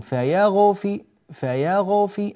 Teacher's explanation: الغين صار فيها شيء من القلقل. لا نريد هذا الأمر، هذا ليس صحيحا.